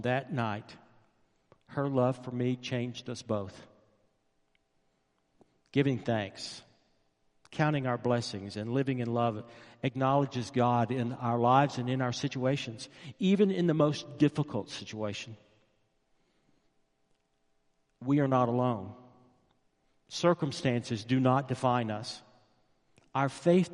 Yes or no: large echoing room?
yes